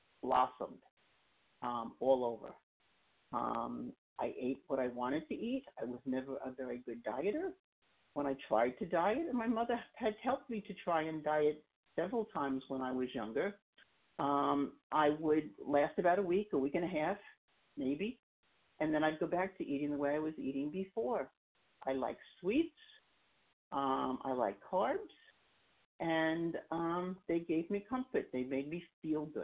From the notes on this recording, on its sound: 100 Pounders Phone Meeting.